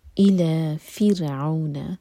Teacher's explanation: را ساکن باریک، را ساکن سے پہلے کسرہ ہے. فرعون، عو مدلین، فرعون نہیں، فرعون.